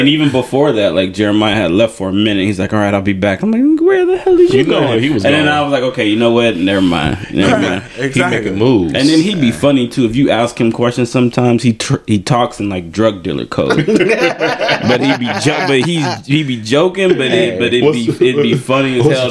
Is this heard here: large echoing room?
no